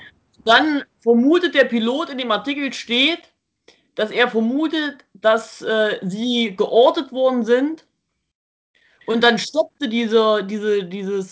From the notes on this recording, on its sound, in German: Meine Schwester und ich skypen.